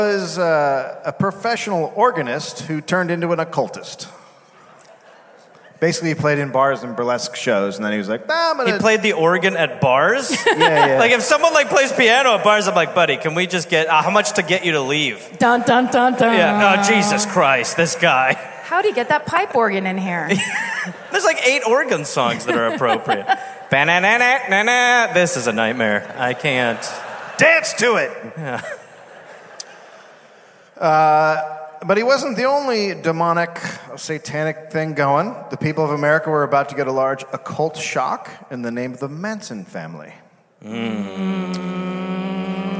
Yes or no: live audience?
yes